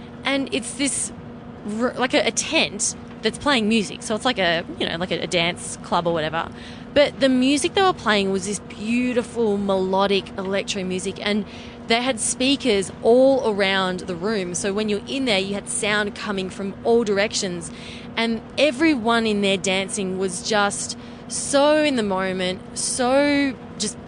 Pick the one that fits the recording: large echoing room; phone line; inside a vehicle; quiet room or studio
inside a vehicle